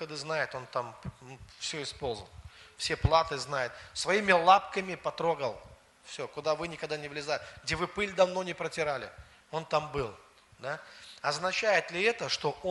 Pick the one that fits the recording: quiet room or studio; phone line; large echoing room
large echoing room